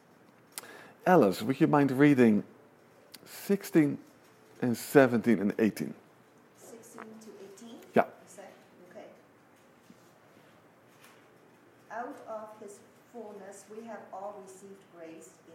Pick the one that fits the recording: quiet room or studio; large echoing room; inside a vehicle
large echoing room